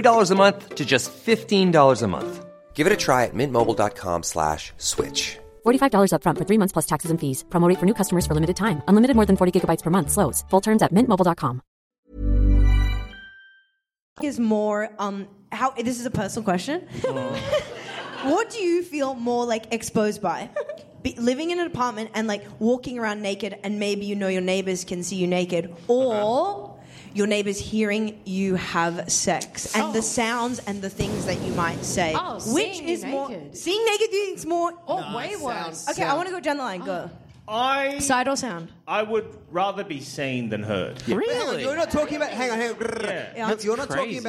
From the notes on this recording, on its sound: Recorded live at Improv Theatre Sydney in Redfern. As well as to the incredible audience.